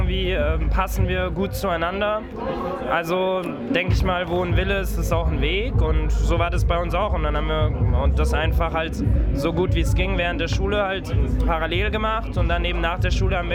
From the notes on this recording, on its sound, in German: Die Störfunksredation war live vor Ort auf dem Oben Ohne Festival in München.